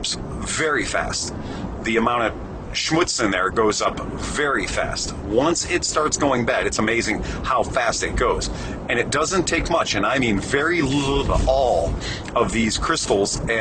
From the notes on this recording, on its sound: Recorded in my truck on the road, so quality is poor. No video for this one as it was recorded while making bike deliveries to our customers.